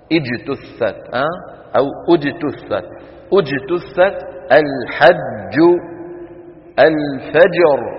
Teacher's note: هذه الجيم يجب أن يكون صوتها محبوس الصوت محبوس النفس